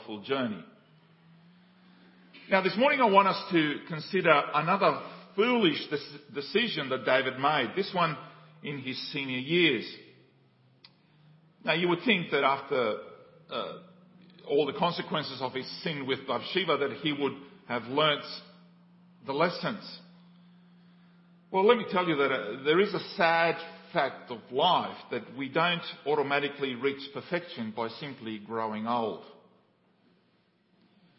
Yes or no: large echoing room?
yes